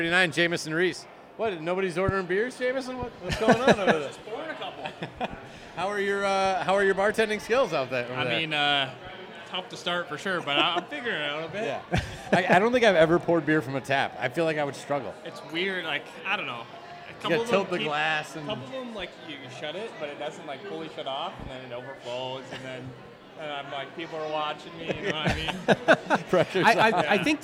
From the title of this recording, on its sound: SRG Live at White Lion Brewery